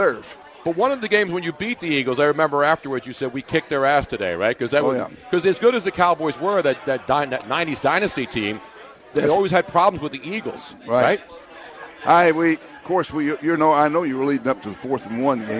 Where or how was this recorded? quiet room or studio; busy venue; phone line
busy venue